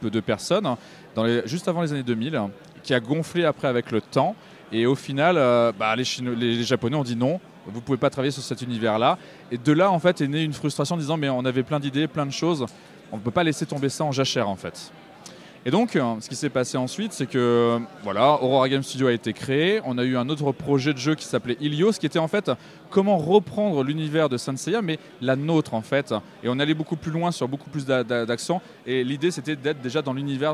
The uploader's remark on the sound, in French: Rencontre lors du Festival international des jeux de Cannes sur le stand d 'Intrafin